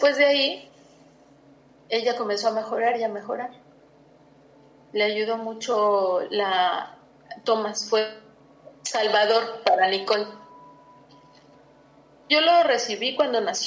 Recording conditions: video call